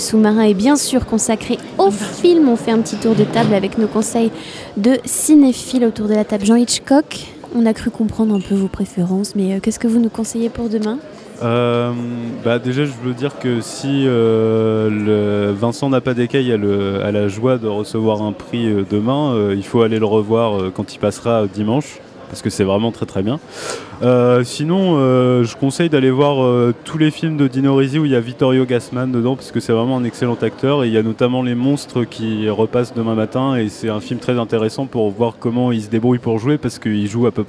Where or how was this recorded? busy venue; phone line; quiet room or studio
busy venue